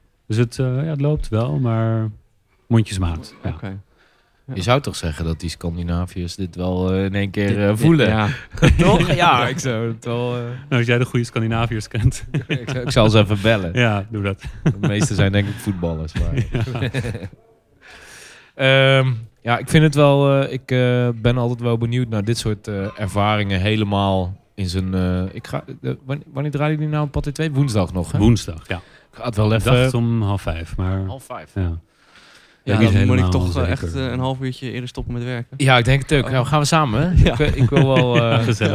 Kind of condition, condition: setting, busy venue